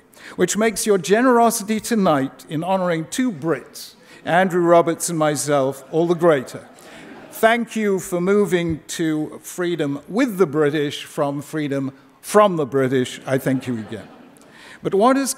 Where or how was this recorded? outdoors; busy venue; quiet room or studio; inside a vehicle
busy venue